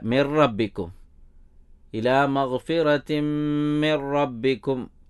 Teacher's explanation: പിന്നെ മിൻ റബ്ബിക്കും എന്നത് മിർ റബ്ബിക്കും എന്നാണ്. അതായത് അൽ ഇദ്ഗാമു ബിലാ ഗുന്ന, ഗുന്നത്തില്ലാതെ ചേർത്ത് ഓതുക. ആ നൂനിനെ അവിടെ പ്രൊനൗൺസ് ചെയ്യേണ്ടതില്ല.